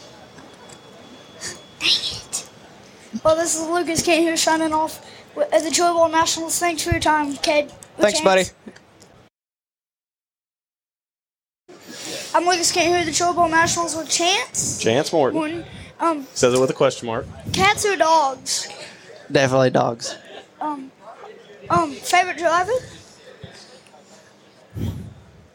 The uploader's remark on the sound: From the 36th annual Chili Bowl Nationals. Does a pit walk to catch up with drivers for some fun and random interviews.